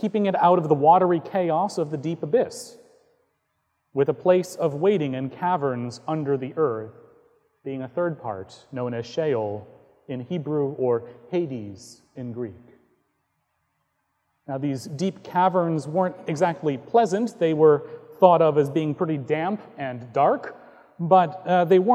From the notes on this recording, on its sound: Recorded on May 13, 2018 at Trinity Presbyterian Church in Bixby, Okla.